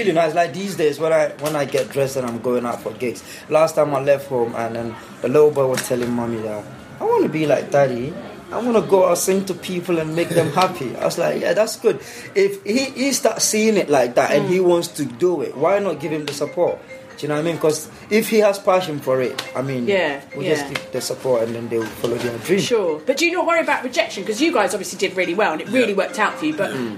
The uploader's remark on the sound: This podcast was recorded live at Camp Bestival, where we did a Scummy Mummies show.